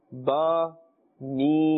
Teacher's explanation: a ba is pronounced from the wet part of the lips, both lips, and meem is pronounced from the dry part of both lips · Term: Shafawiyya huruf